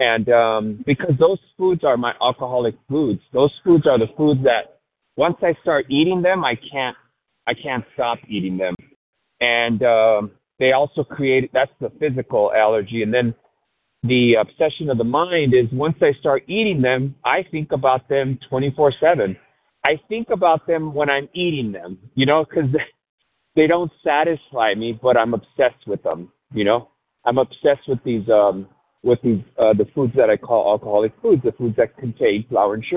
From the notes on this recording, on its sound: 100 Pounders Phone Meeting.